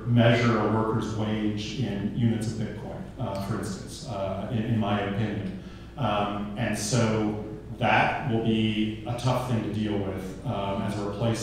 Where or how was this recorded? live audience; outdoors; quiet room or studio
live audience